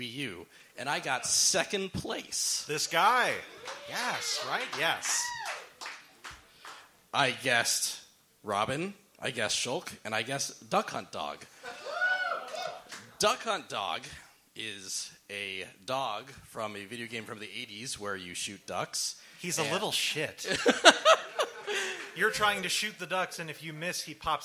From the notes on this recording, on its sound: LIVE AT THE BEAT KITCHEN MARCH 2019. A direct cut of A Smashing Theory's first ever LIVE EPISODE, performed at The Beat Kitchen in Chicago, IL.